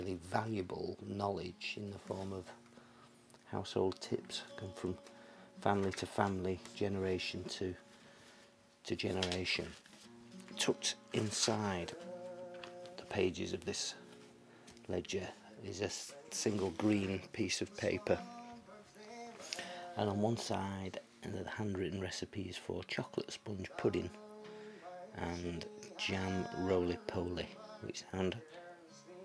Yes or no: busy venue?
no